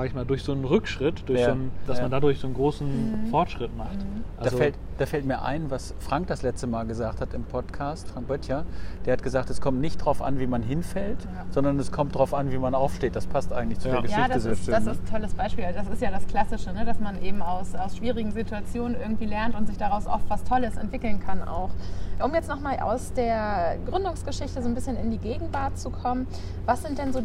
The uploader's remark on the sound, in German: Auf einen Spaziergang